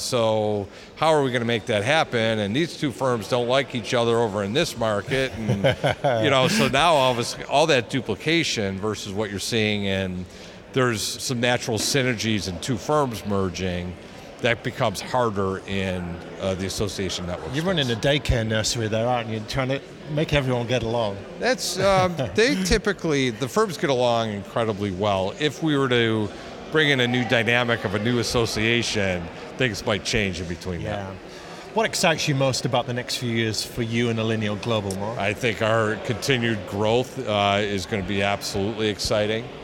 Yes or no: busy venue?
yes